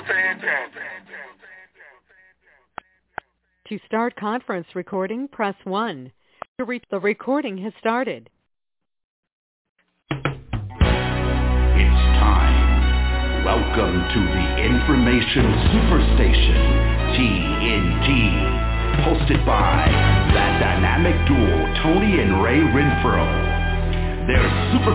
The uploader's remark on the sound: TNTSuperfantastic Conference Call